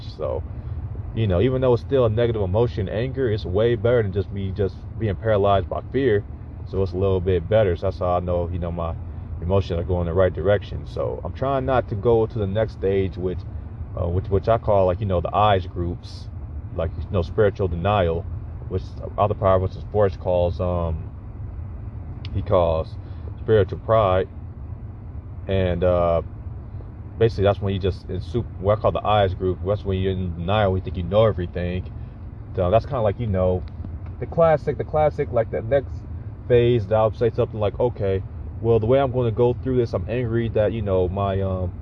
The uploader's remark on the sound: I am up in the car working on the course.